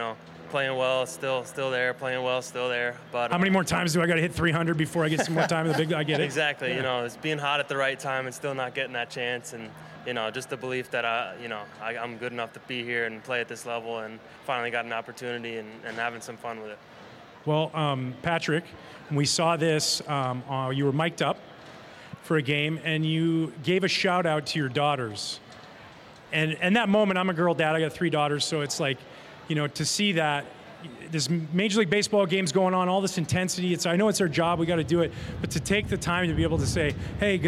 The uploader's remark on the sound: For the first time ever on Marquee Sports Network. Was recorded live to a rooftop audience overlooking Gallagher Way after the final home game of the 2021 season. The live episode.